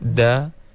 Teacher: Ya, masih lagi tak konsisten dalam penyebutan huruf dal di hujung lidah dan langit-langit atas yang hujung da, begitu.